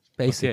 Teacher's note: das ist eher ein schärferes S und nicht ein weiches S